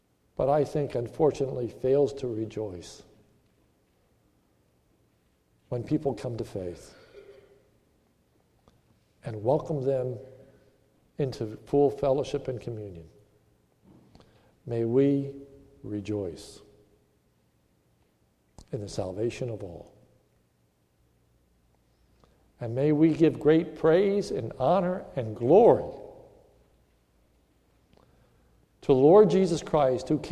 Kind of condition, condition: setting, large echoing room